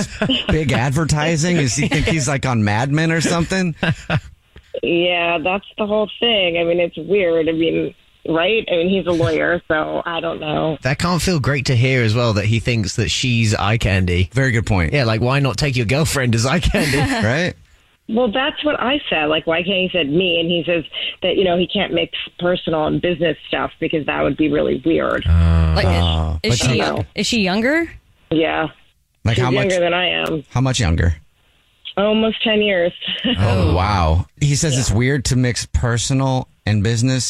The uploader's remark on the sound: On the phone.